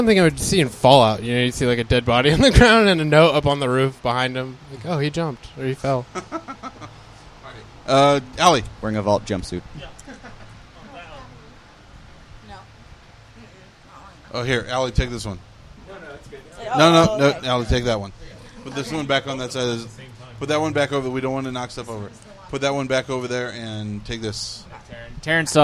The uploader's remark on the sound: We recorded just after the Monday night Open Mic at Grogg's, and all the comics who stuck around are on it.